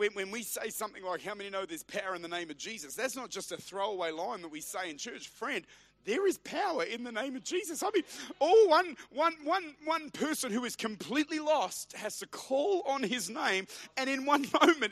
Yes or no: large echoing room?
yes